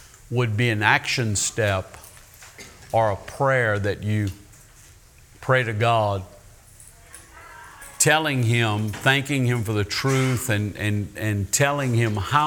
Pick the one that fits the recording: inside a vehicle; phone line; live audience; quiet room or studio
live audience